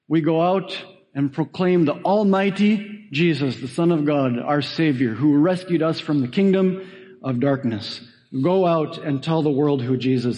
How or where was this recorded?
large echoing room